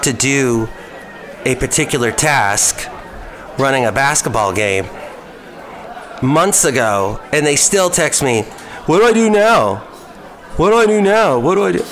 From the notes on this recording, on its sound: Podcast live from Cafe Anyway.